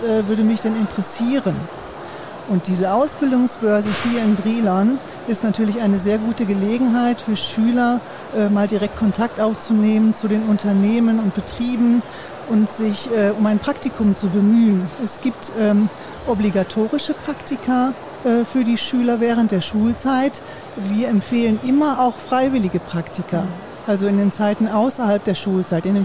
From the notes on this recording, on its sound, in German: LIVE von der Ausbildungsbörse Brilon 2024. Heute sind wir live auf der Ausbildungsbörse in Brilon unterwegs.